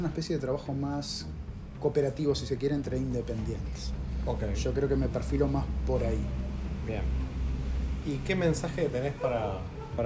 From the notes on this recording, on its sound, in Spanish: Este episodio tiene ruidos de fondo por las circunstancias en las que grabamos.